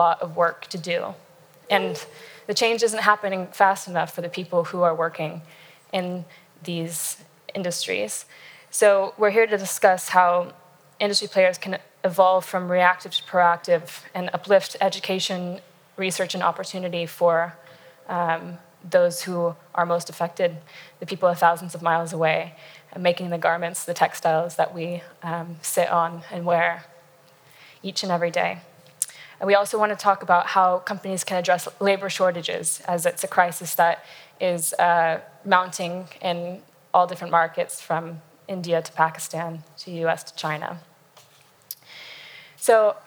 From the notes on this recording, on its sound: Panel discussion hosted by Nieuwe Instituut, moderated by FRAME.